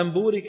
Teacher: نقلب النون إلى ميم ونخفي الميم عند الباء، فعاد الأمر إخفاء. · Term: إقلاب